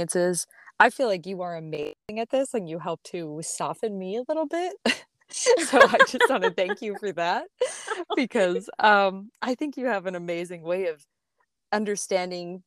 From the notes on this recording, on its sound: We didn't have the greatest connection during this interview due to limited service. My apologies for the glitches with the audio!